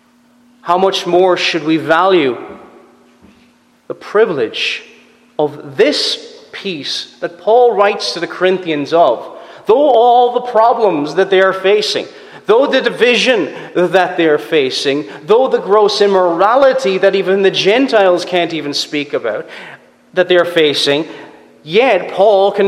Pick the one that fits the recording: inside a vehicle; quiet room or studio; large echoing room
large echoing room